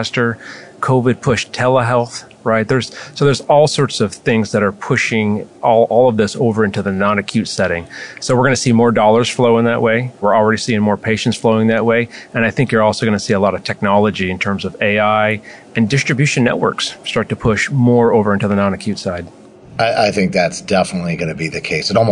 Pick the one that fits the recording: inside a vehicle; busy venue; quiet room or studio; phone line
busy venue